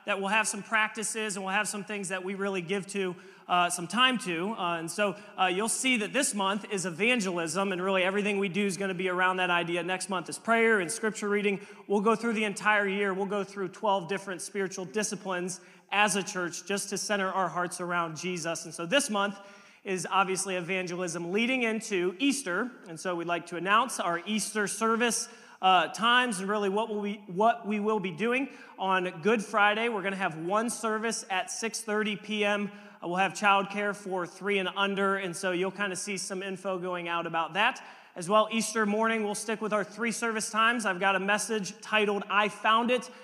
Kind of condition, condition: setting, large echoing room